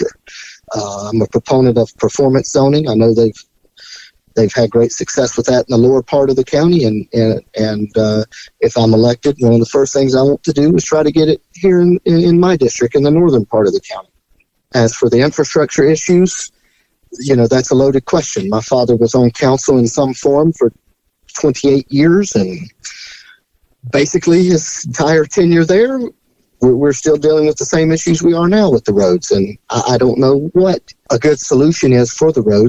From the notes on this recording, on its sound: Phone interview.